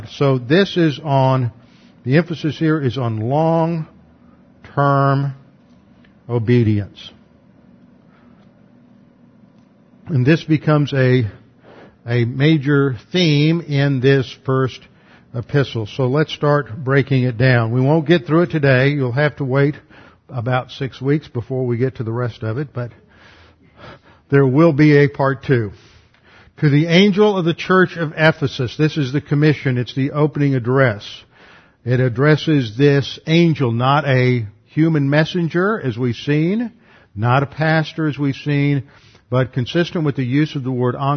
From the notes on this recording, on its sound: Revelation class taught at Preston City Bible Church before moving to West Houston Bible Church.